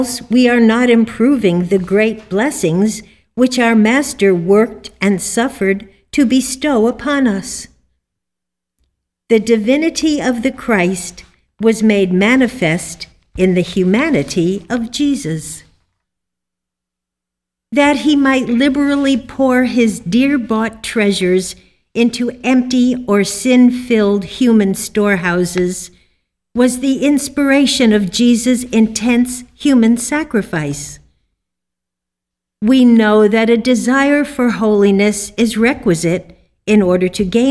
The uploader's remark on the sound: The Sunday service audio